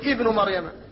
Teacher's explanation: فإنك إذا ابتدأت تقول ابن مريم، فالهمزة مكسورة في الابتداء · Term: همز الوصل